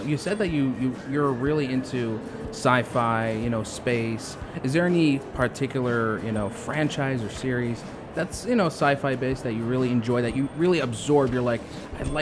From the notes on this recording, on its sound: Pulse Live at SIBF 2021. One of the youngest authors at the book fair.